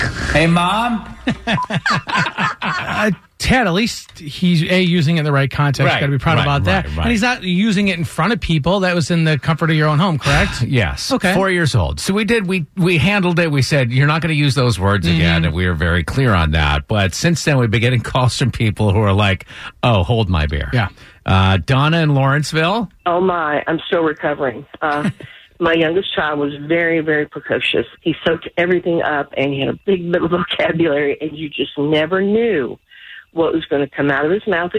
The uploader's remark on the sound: called